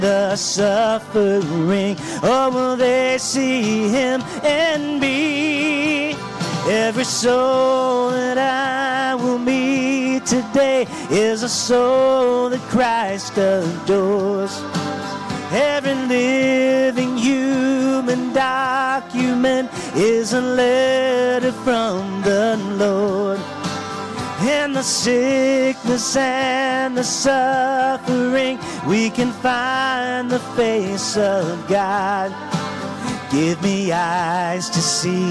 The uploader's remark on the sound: Live from North Vernon Indiana. This week’s episode was recorded live on Sunday Morning, June 11th, 2023, from North Vernon, Indiana, at the Church of the Nazarene.